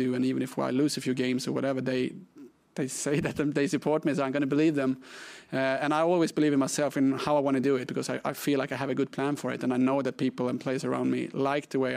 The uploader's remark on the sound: PRESSS CONFERENCE